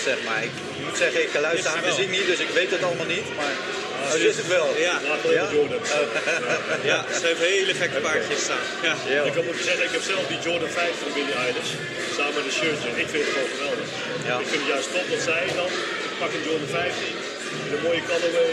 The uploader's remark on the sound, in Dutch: SneakerPraat - Episode 13 op Sneakerness. Het is een live-event dus er blijft wat rumoer op de achtergrond... Sneakerness Rotterdam 2023 is een feit.